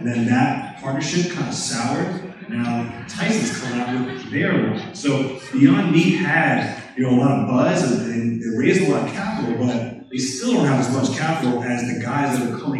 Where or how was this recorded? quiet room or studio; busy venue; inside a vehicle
busy venue